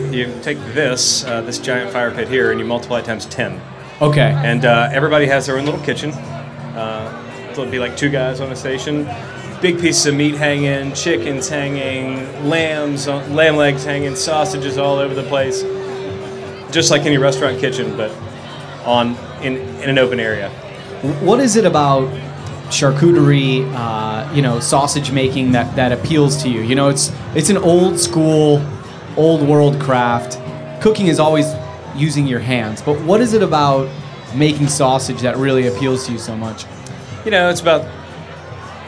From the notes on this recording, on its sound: a chat around the Springer Mountain Farm campfire at Charleston Wine + Food